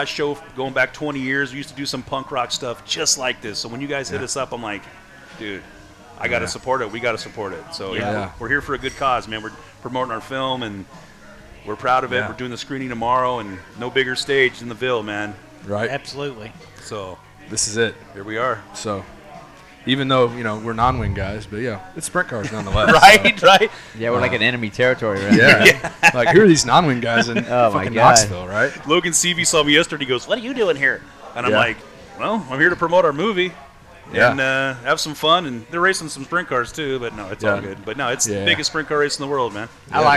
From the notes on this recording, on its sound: The guys are in Knoxville, Iowa for the 62nd annual Knoxville Nationals. We are LIVE at the One Eleven Public House in downtown Knoxville.